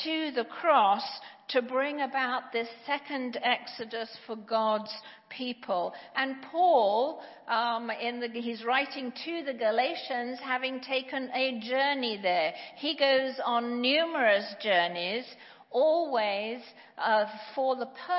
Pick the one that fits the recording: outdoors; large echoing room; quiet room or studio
large echoing room